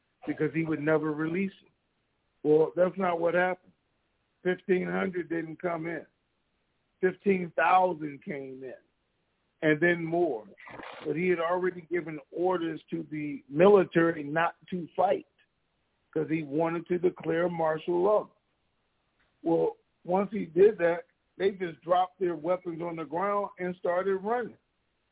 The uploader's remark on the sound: TNTSuperfantastic Conference Call.